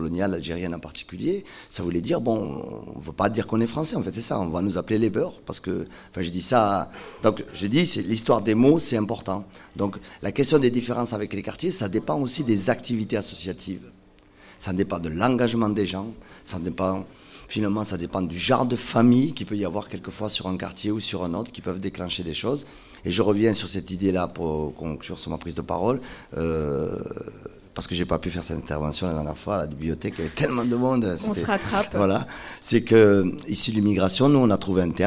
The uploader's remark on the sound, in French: À l'occasion du festival Magic Barbès, les radio associatives Goutte d'or et Vous et Radio Campus Paris s'associent pour écouter les habitants du quartier de la goutte d'or. Un débat illustré de témoignages d'habitants du quartiers, enregistrée par Goutte d'or et Vous au café social et d'une promenade sous le métro aérien.